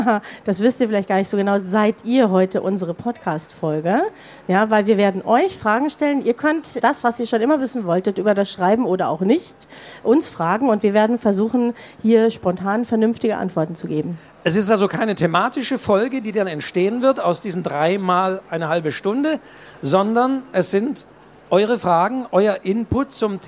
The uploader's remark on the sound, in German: Live: Leipziger Buchmesse 2023. Live-Mitschnitt!